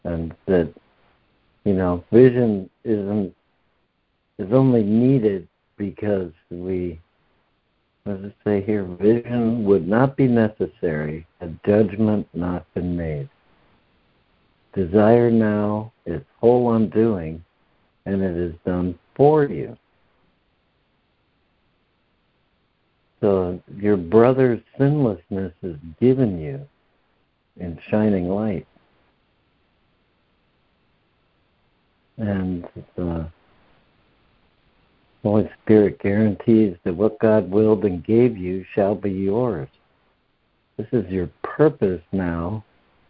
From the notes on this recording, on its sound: ACIM Daily Conference Call.